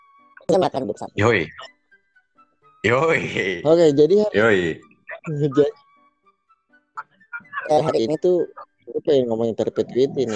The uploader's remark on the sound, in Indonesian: Mohon maaf apabila, kualitas audio kami sangatlah buruk.